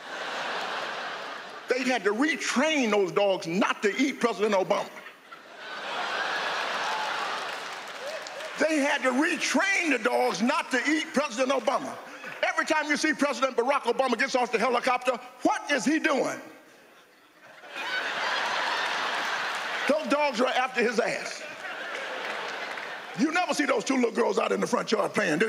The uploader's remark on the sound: stand up from the Just For Laughs Festival in 2016